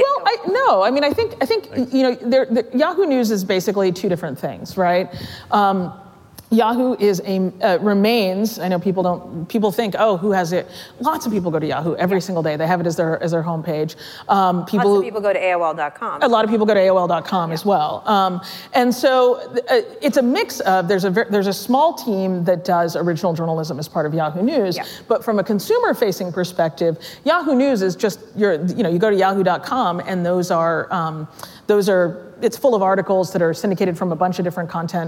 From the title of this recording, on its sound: Live at Code Media 2018